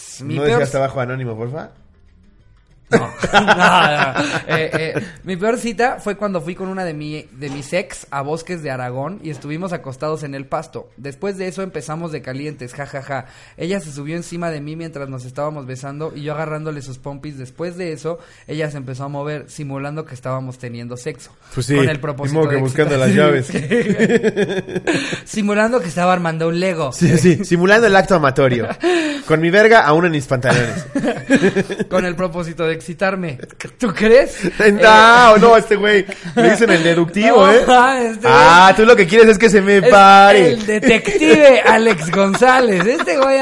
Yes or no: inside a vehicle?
no